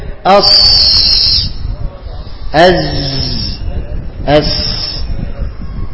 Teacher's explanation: الصفير يا جماعة هو صوت زائد يخرج من بين الثنايا وطرف اللسان